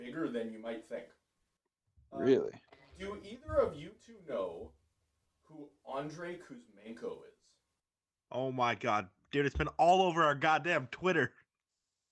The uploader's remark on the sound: If you listen closely you may even hear us as we try and record a podcast from three different parts of BC! Sorry for the technical difficulties this week.